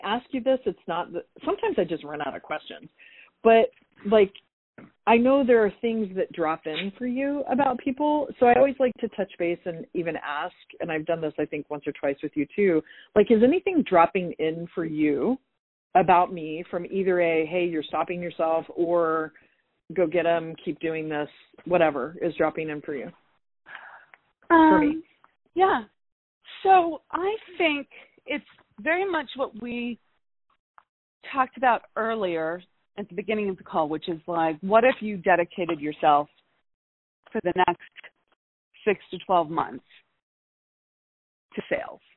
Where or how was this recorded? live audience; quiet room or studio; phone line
phone line